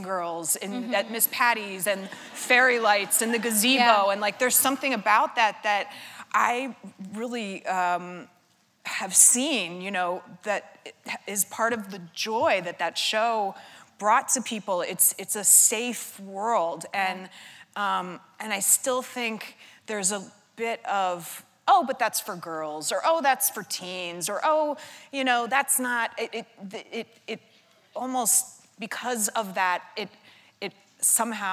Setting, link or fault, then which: setting, live audience